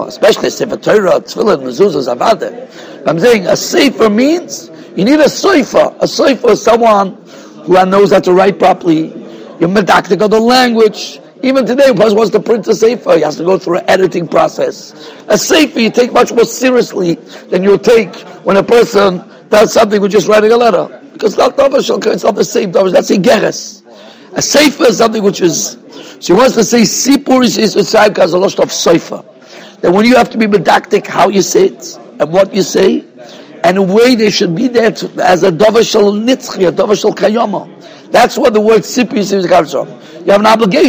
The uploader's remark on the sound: Shiur recorded in Yeshivas Ohr Reuven, Monsey, NY.